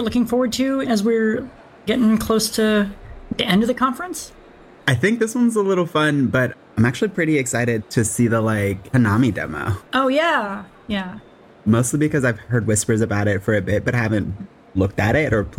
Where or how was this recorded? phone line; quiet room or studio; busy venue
busy venue